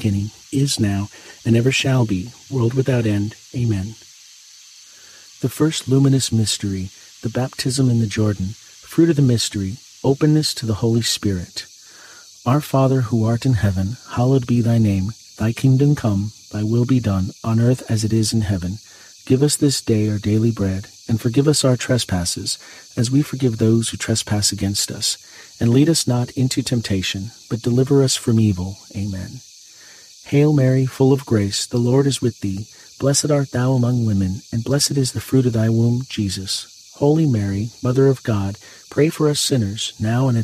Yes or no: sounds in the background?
yes